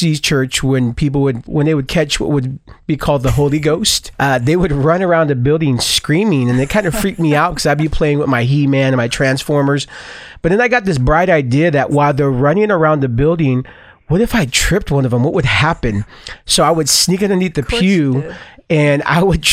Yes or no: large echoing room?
no